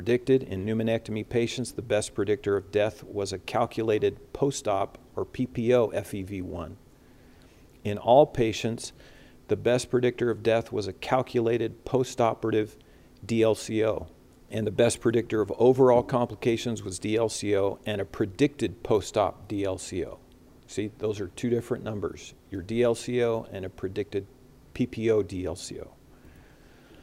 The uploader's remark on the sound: recorded Saturday, September 11, 2021, during the CORE conference in Salt Lake City, Utah